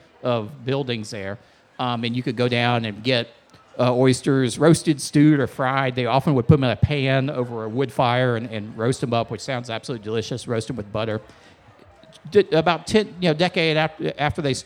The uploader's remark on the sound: We were elated to once again sit down at the Charleston Wine and Food Festival.